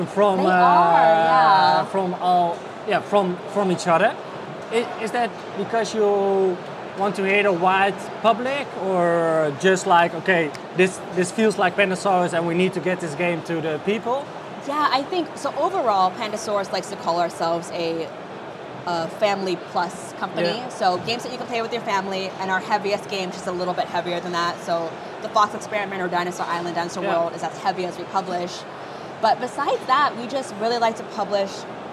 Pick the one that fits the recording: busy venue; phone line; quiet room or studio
busy venue